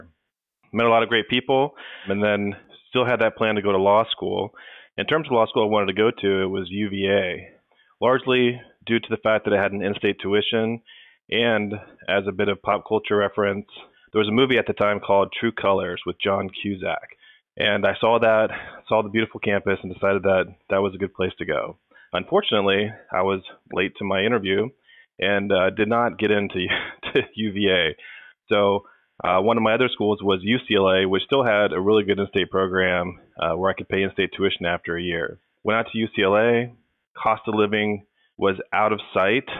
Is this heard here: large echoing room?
no